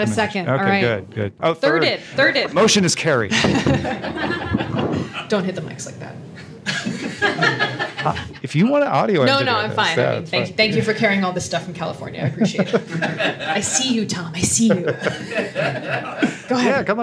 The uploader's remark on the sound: Live from Dublin WorldCon 2019! We were literally prepared with plans for if the room was empty, but no, Ireland filled our room and our hearts.